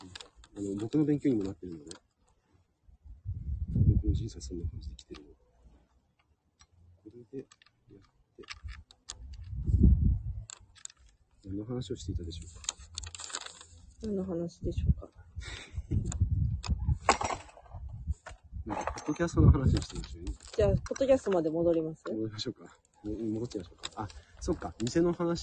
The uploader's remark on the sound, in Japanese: 雑音多め